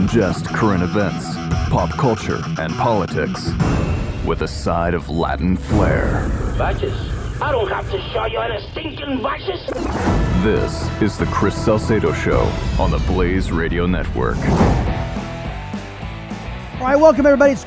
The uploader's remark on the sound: Plays a clip of a phone call from an ANTIFA member. A listener calls in to talk about Charlottesville.